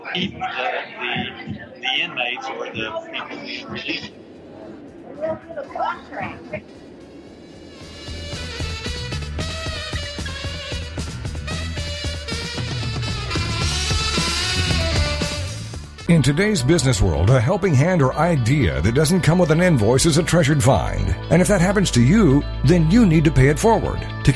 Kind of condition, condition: setting, busy venue